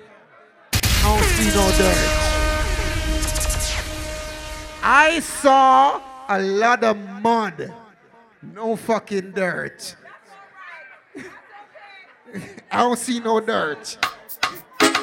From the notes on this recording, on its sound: LIVE AUDIO! Live audio recording of island saturdays.